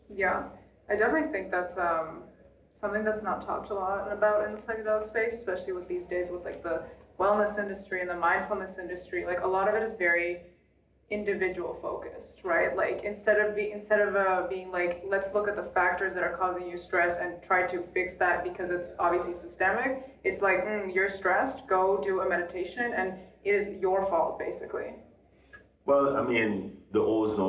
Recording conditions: echo